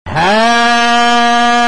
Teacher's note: لاحظ قاف مشددة، يعني قول الحاق، هاي سكون. قاف، أدغمت القاف في القاف فصار عندك قاف مشددة